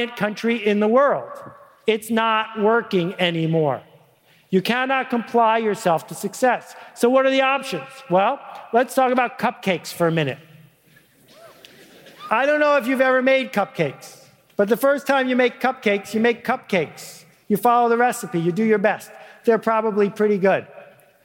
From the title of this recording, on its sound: Live at Catalyst 2010